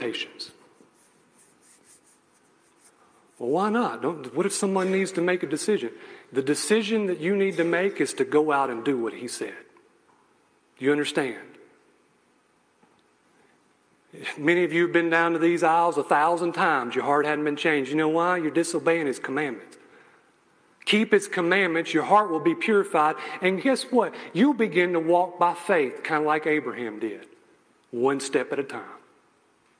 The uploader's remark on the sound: message I gave at a local church